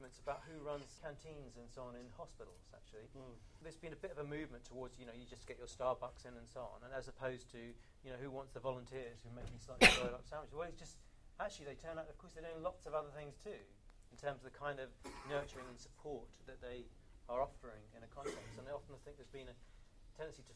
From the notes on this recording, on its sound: The King's Fund. Taken from the third in our series of events on health and The Big Society, this audio features the questions asked to the panel.